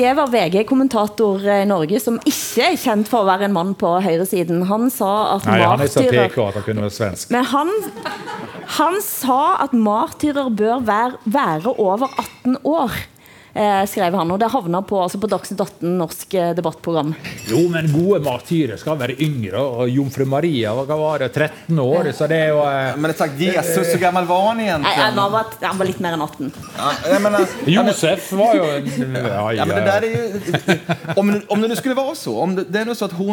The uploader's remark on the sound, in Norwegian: 21:00-22:00 Sted: Holmen bar, KÅKÅnomics 2019. I oljebyen Stavanger.